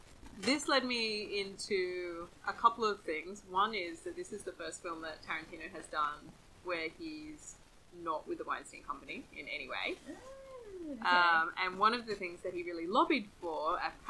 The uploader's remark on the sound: Advance apologies for the variable audio quality on this one!